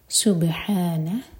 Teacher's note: با پر قلقلہ اور ہا حلق سے